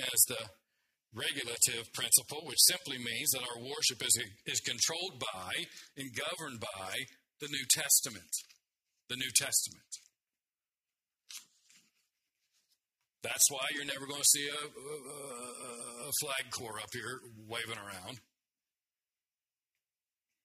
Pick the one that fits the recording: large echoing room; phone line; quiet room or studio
large echoing room